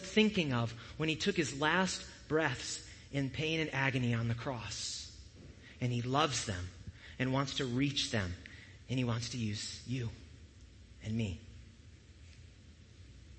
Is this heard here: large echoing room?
yes